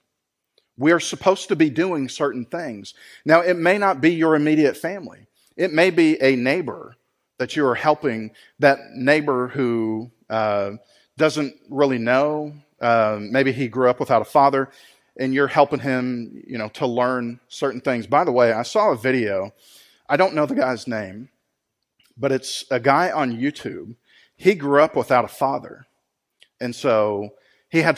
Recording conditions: large echoing room